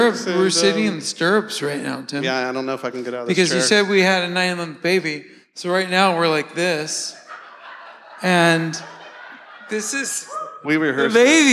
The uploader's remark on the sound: live from the stage at the Rec Room